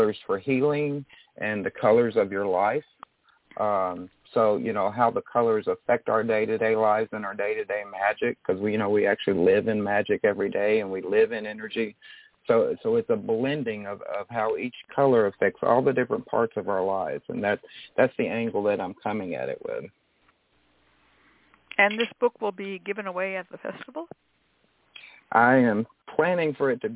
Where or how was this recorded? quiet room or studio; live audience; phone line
phone line